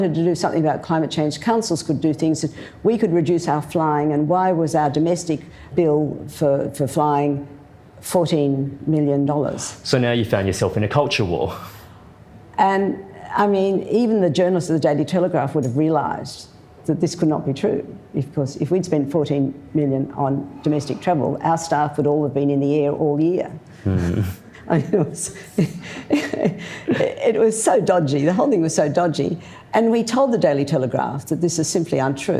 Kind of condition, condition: setting, live audience